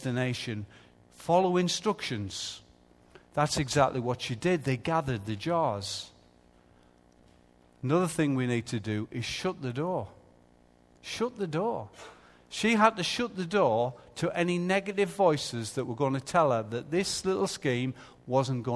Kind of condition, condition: setting, large echoing room